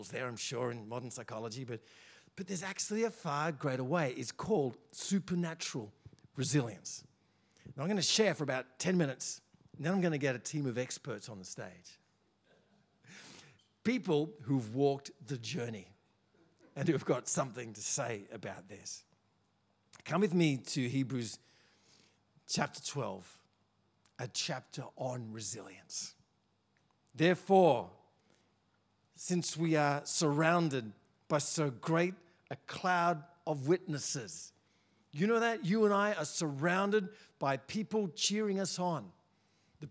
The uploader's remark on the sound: First preached in C3 Bathurst on 29 October 2023. We are joined by a panel to share their personal experience of trials.